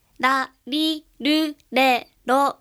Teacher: ラリルレロというのはベロの当たる位置が非常に狭いところで、ベロの先端がちょんちょんちょんちょんと当たるだけなんですがね